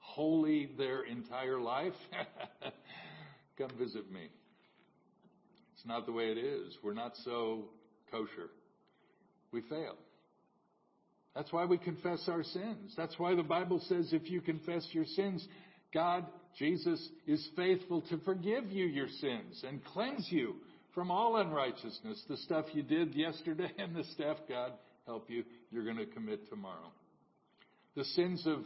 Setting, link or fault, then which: setting, large echoing room